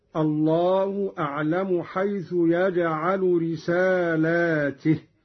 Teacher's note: قرأ قالون بمد اللام وكسر التاء هكذا